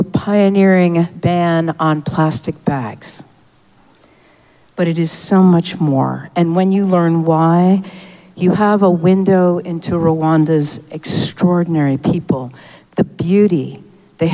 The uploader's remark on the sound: Recorded live at Arlington Street Church, Sunday, September 10, 2023.